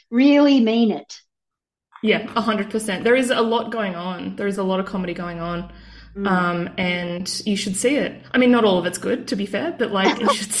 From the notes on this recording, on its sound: which sounds like it was recorded underwater, but it was just via zoom